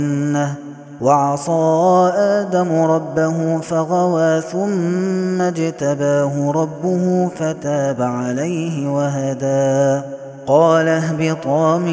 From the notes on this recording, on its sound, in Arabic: هذا التسجيل من صلاة التراويح.